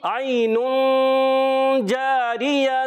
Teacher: عین میں پیارے بچوں یا لین ہے، نرمی سے ادا کریں گے، اس کو بہت زیادہ کھینچیں گے نہیں، حرف مدہ کی طرح اس کو کھینچنا نہیں ہوتا، نرمی سے ادا کریں گے۔